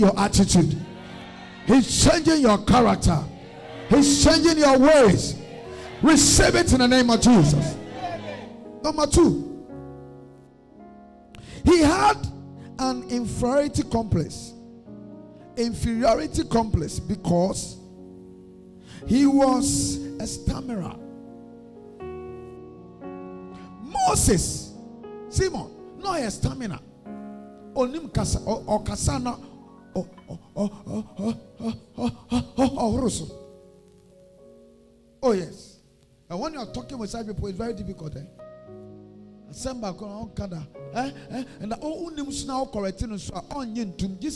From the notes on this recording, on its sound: A powerful message preached at the Adjei Kojo Cathedral at Tema-East.